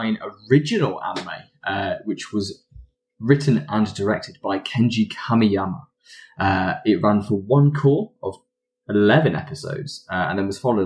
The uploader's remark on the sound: Technical mishaps make audio quality very questionable this week